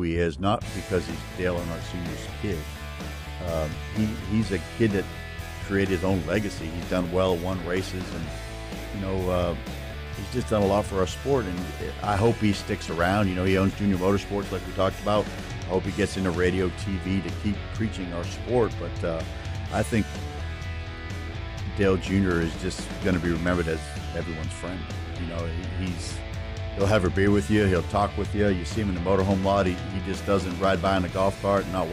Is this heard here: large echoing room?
no